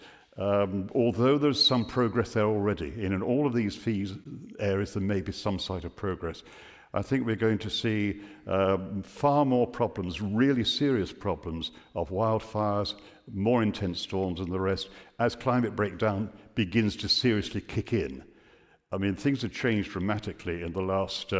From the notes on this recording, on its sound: Recorded live at the 2023 Bradford Literature Festival.